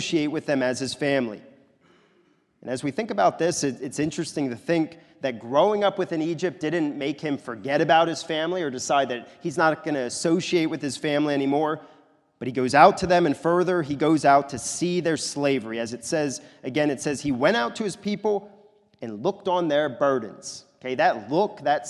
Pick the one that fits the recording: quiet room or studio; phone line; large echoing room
large echoing room